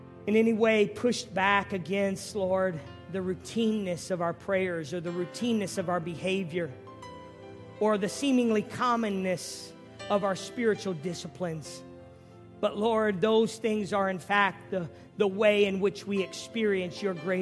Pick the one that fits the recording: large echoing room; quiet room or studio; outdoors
large echoing room